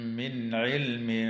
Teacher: وتظهر النون الساكنة عند العين في قوله تعالى من علم · Term: الإظهار